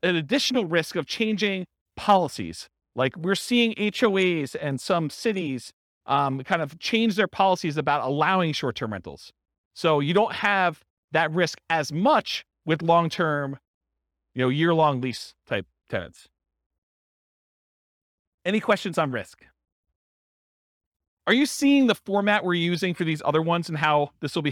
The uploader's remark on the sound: This was a live class recorded.